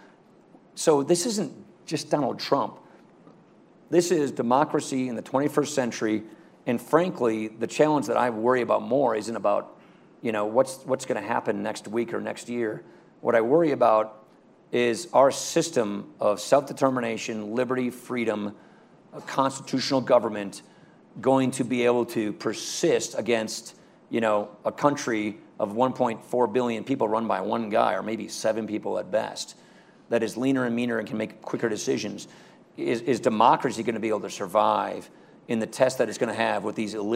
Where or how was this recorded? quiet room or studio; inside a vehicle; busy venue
busy venue